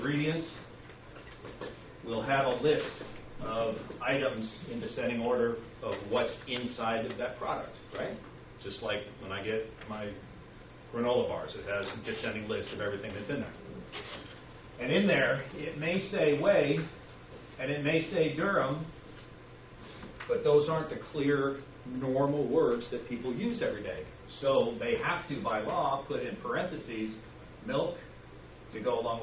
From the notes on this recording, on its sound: Live Food Safety Class Presentation. I recorded a portion of my live presentation to one of the classes.